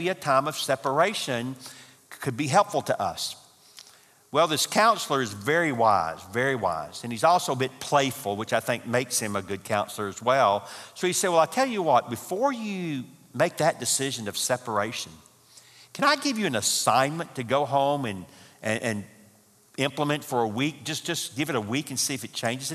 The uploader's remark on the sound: from the 2018 marriage conference hosted at Parkwood.